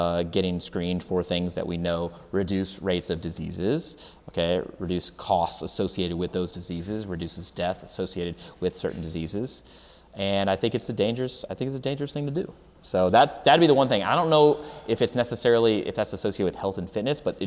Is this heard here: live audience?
yes